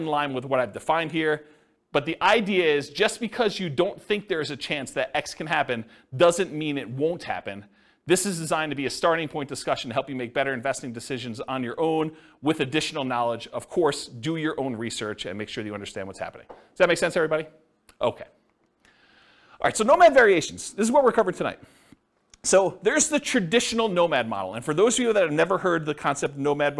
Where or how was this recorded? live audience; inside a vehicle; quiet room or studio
live audience